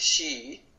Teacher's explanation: not lip spreading but lip rounded